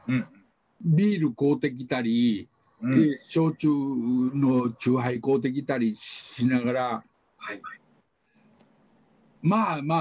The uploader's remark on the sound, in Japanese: オンライン新年会をおこないながら収録しました。